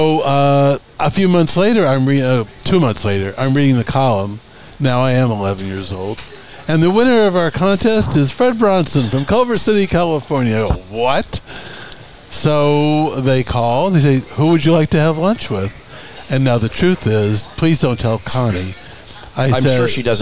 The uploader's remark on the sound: Recorded from the corner booth at the center of the Coachella Valley universe, Little Bar. Recorded from the corner booth at the center of the Coachella Valley universe, Little Bar.